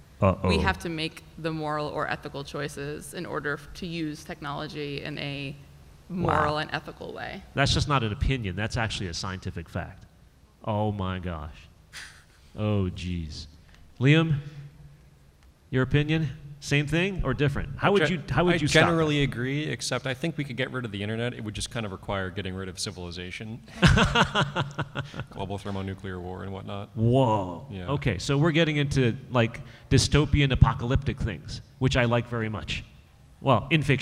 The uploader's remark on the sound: To the stage for our first-ever appearance at the Boston Fan Expo. This panel took place during the 2023 writers strike.